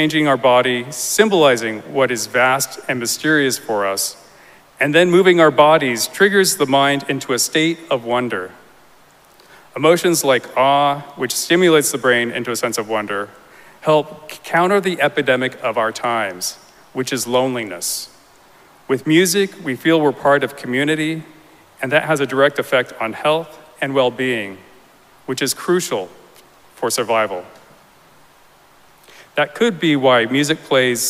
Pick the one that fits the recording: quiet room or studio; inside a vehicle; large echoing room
large echoing room